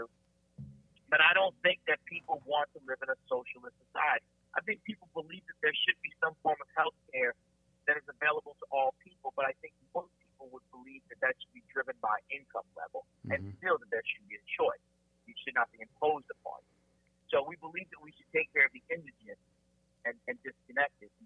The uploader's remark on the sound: There are times when the audio is challenging to hear as we recorded this interview via phone.